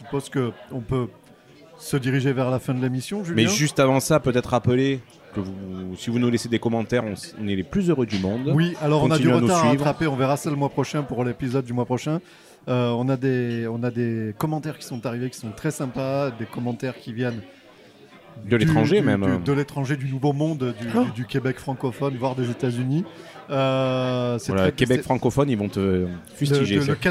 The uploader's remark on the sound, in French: Nous enregistrons l'épisode 22 à bord de la péniche à vin VINOTAGE , amarrée sur les berges du Rhône à Avignon. En live à bord du Vinotage. À bord de la péniche à vin VINOTAGE , amarrée sur les berges du Rhône à Avignon. Avec une vue imprenable sur la cité des papes.